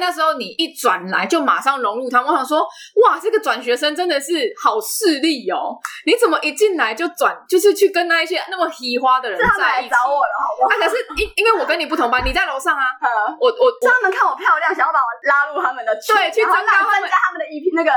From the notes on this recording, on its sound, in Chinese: 本集音質不好